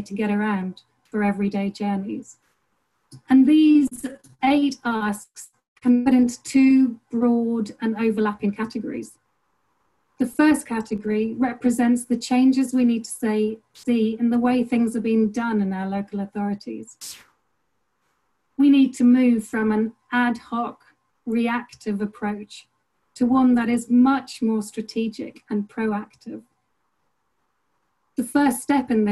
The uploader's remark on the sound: The recording of the national launch conference for Cyclist.ie's 'A Vision for Cycling in Rural Ireland' which took place on zoom.